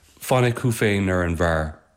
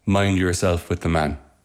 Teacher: And we've got the F and F sounds that close the line in Irish. I've replaced those with M sounds in English.